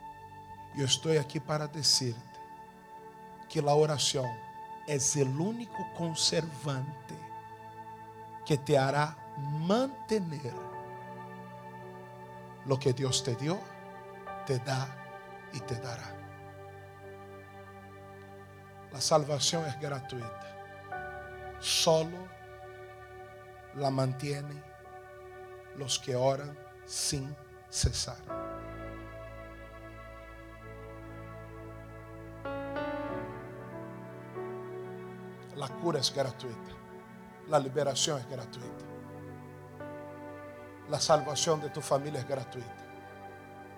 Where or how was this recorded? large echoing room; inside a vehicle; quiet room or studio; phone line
large echoing room